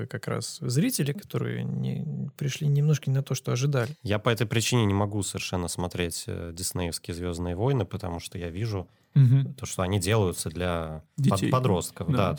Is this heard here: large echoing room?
no